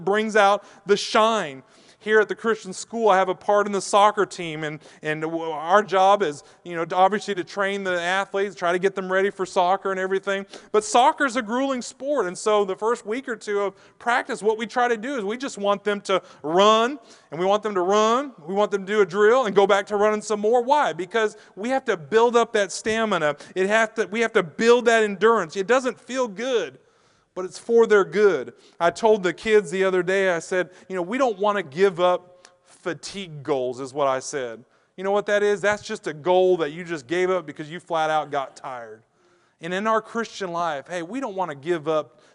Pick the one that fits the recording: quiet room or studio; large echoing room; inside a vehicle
large echoing room